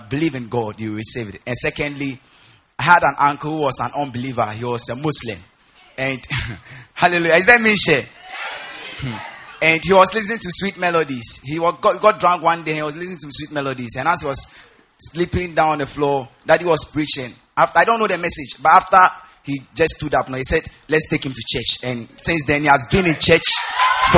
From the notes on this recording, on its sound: Preached at the First Love Church, Koforidua Polytechnic.